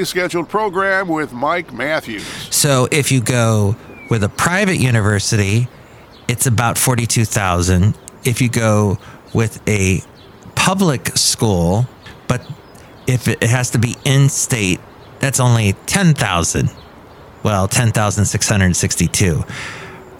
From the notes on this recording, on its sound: He podcasts live from Café Anyway.